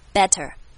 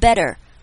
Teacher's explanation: 这个 tt 我们叫它闪音，就是让它快速的 turn 过去 · Shown in: second take